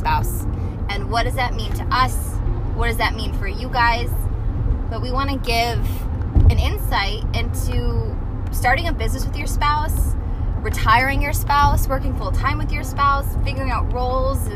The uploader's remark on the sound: live from the car!